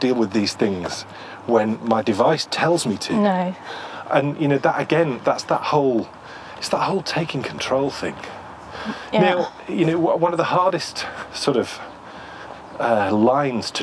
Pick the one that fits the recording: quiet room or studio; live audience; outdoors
outdoors